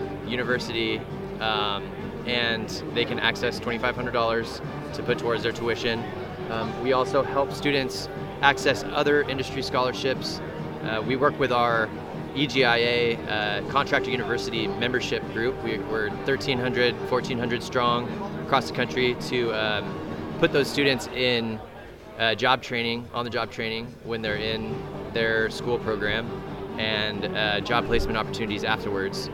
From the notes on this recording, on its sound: Sounds from the Showroom Floor at EPIC 2023. We are live from the showroom floor at EPIC 2023 to chat with some of the vendors at the event.